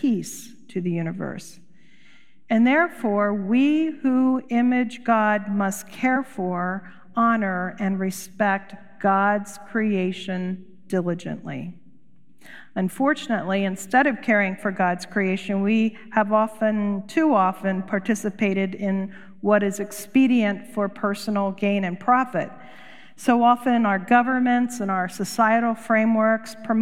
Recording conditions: large echoing room